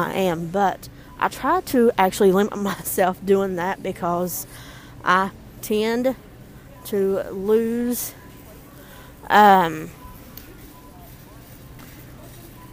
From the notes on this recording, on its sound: Recording This episode In Walmart. I wanted to have a bit of fun while shopping so we decided to vlog and Record today’s vlog.